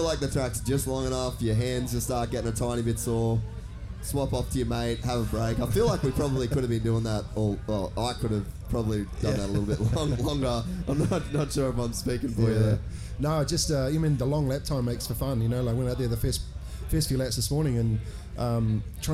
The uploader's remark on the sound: Another amazing Day in the Dirt Downunder has been and gone. This year we decided to take the Castor Couch and put on a live show for all of the Gypsy Gang in attendance!